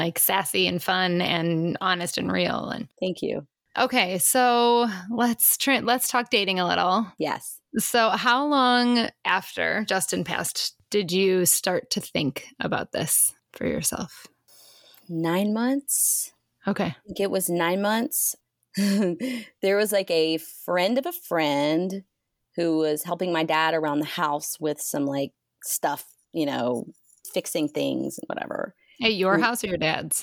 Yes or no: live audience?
no